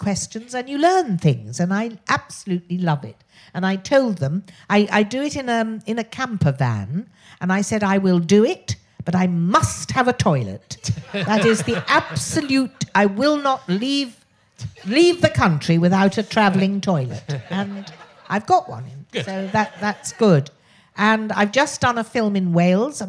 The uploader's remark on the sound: meets a member of the audience